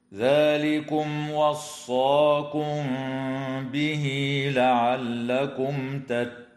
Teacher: وتوصل هاء الضمير في قوله تعالى به لعلكم بياء تمد وصلا بمقدار حركتين · الميم الساكنة في كلمة ذلكم وقعت قبل الواو فحكمها الإظهار الشفوي